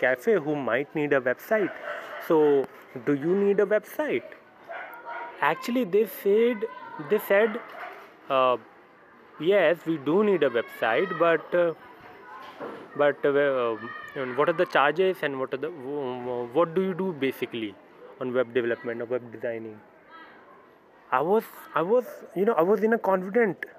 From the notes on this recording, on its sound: I quickly grabbed my phone and now, I am doing this